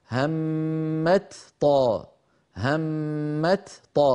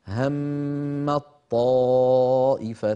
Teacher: المثال الثاني هم طائفتان، أيضا هنا تاء وطاء، والتاء والطاء من المخرج نفسه، فالأصل أن نقول همت طاء، همت طاء، هكذا الأصل، لكنه ثقيل فلذلك كانت العرب تحول التاء في همت إلى طاء ثم تدغم الطاء في الطاء التي بعدها فيصيران طاء واحدة مشددة · Shown in: second take · يرتفع اللسان عنهما ارتفاعة واحدة فيقولون هم الطائفتان. · Term: الإدغام